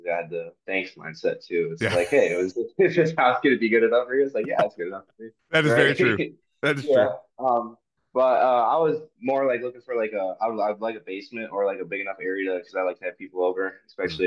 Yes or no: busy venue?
no